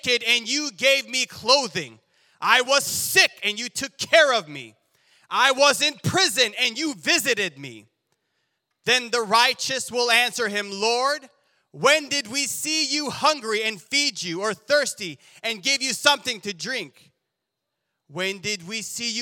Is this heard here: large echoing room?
yes